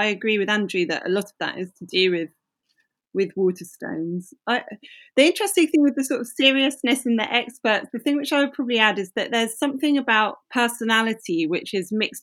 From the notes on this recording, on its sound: This episode was recorded and produced completely remotely.